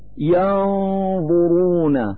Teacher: نلفظ النون الساكنة من كلمة ينظرون من مخرج الراء من ذات الكلمة ينظرون، فنقول ينظرون مع إظهار الغنة التي هي الدليل على وجود النون الساكنة.